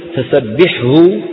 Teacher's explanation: حاء وهاء، وهما حرفان حلقيان، الأول ساكن لا تدغم الحاء في الهاء، والذي نسمعه من العامة قولهم العكس، يدغمون الثاني في الأول فيقولون سبحه.